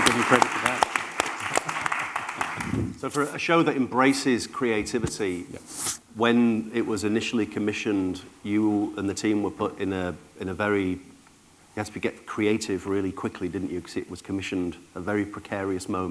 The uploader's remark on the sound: Live from MOVE Summit 2024